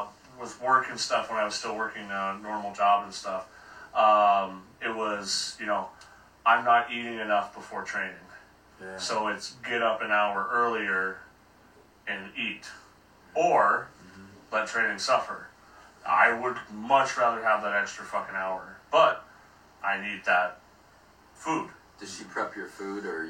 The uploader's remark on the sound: Unfortunately there was a technical issue with the video and it did not get recorded properly. This isn't a good audio capture.